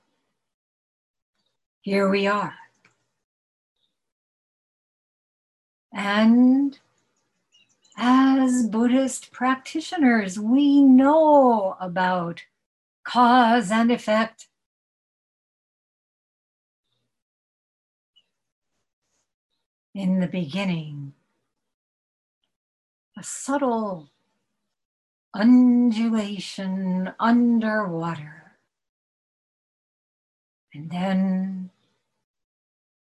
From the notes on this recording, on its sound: At Zen Center of Syracuse Hoen-ji via Zoom.